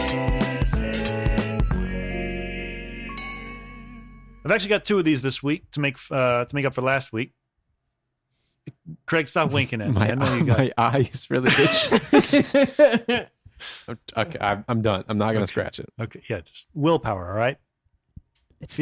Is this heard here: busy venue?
no